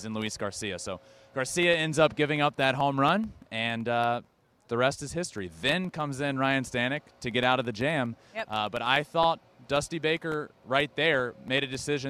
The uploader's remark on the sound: WORLD SERIES POST GAME SHOW LIVE FROM MINUTE MAID PARK